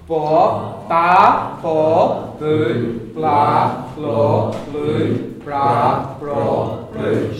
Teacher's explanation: B is bilabial. You make the sound with your two lips. Yeah. So, if it's broad, your lips are going to be slightly rounded.